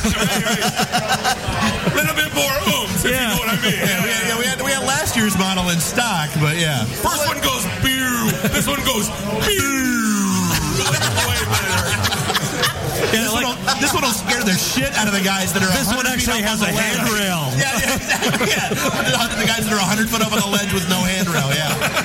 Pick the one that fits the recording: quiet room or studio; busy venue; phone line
busy venue